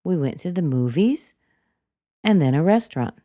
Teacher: it's very common to make a rise in intonation when we're giving a sequence